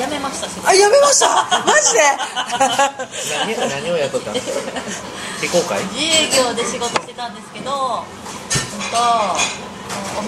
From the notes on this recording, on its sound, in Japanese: 三十路と四十路のまったり人生訓トークin日高屋。まったり大人呑みトーク。雑音混じり。